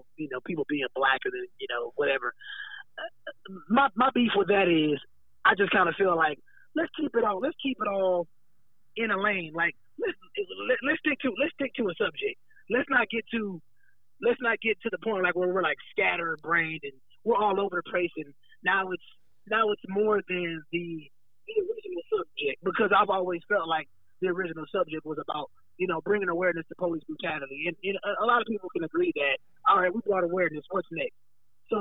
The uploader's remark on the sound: has a phone call